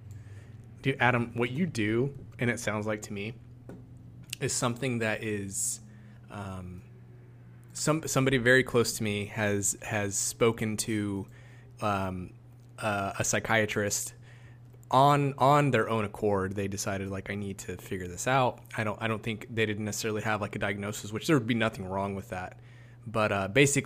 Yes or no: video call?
no